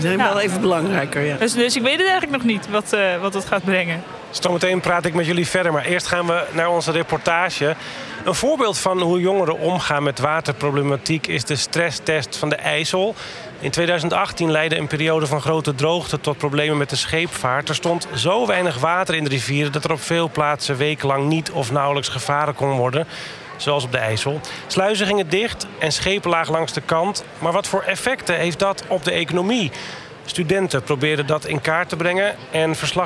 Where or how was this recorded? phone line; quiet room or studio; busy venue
busy venue